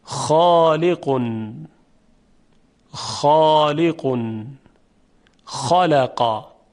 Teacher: موقعی که از حنجره از میان تارهای صوتی عبور میکنه، تارهای صوتی ارتعاشی ندارند، صرفاً مسیر عبور هوا رو تنظیم می کنند. این هوا با فشار دمیده میشه در جداره حلق، جداره حلق به ارتعاش و لرزش در میاد و صدای حرف خ یا حرف خا شنیده میشه